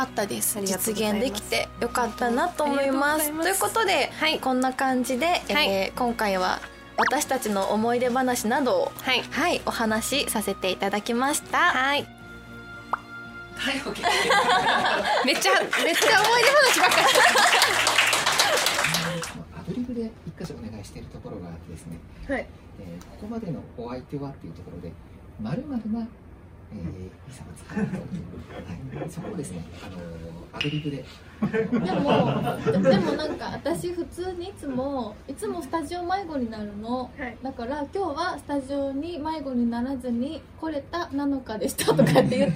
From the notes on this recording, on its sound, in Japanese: 初めての公開収録はまさかの展開に・・！